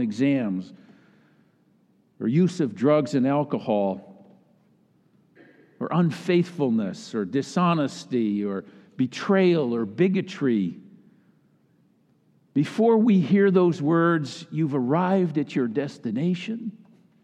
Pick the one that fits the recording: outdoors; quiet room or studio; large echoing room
large echoing room